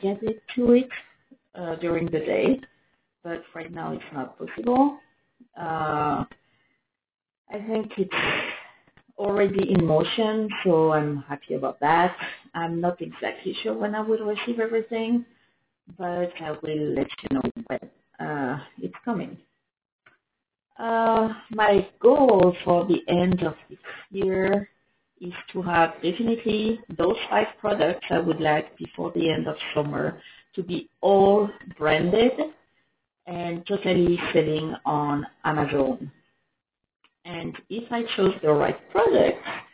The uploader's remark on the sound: Sorry for the sound, this is horrible. To be honest I have no idea wihy the sound is sooooo bad !